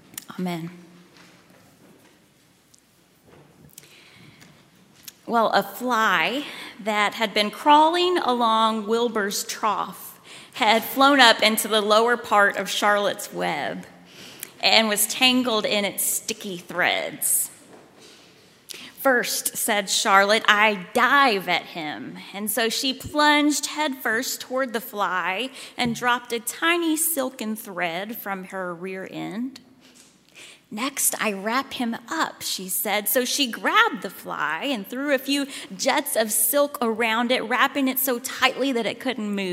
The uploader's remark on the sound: at Highland Baptist Church, Louisville, Kentucky.